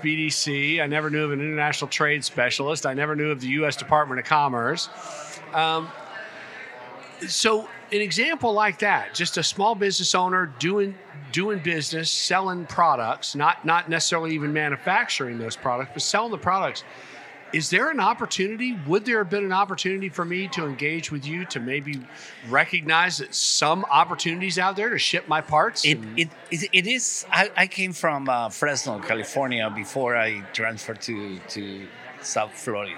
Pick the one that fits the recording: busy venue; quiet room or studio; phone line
busy venue